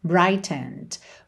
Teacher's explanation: esse E da terminação ED não é pronunciado